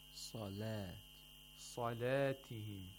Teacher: you have to say salatihim, the lam with tarqiq.